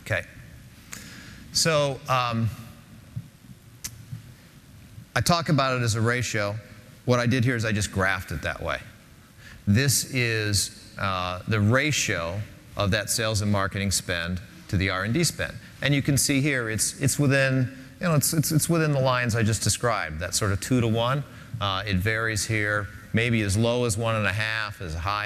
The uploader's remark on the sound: Linuxtag10. In this keynote presentation.